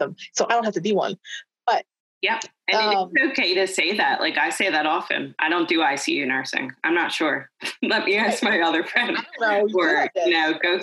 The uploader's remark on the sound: Originally recorded on zoom.